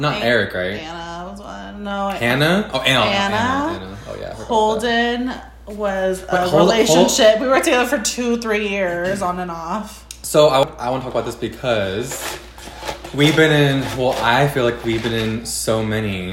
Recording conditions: sounds in the background